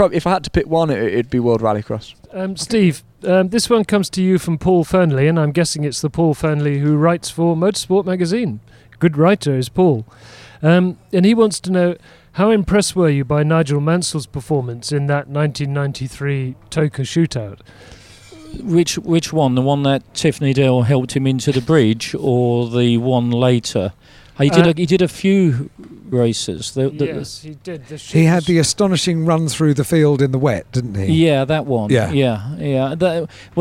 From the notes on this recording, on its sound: On Thursday afternoon at the Goodwood Revival, as teams were unloading transporters